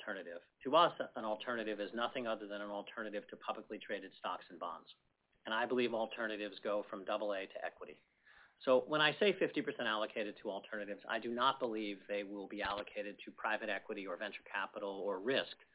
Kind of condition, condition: link, phone line